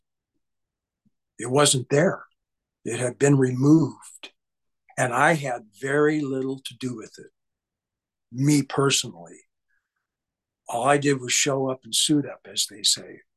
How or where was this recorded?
video call